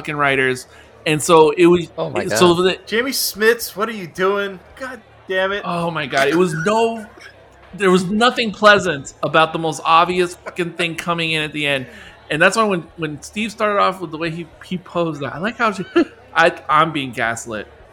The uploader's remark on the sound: This discussion was filmed in front of a live bar-side audience